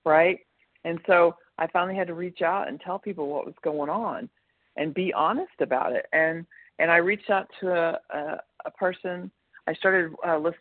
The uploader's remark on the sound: 100 Pounders Phone Meeting.